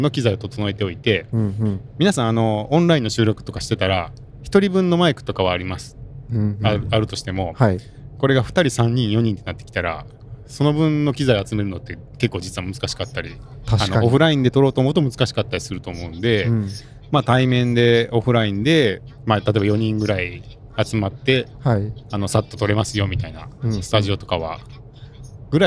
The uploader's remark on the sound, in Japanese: オフ会の感想を、帰りの車の中で収録しました。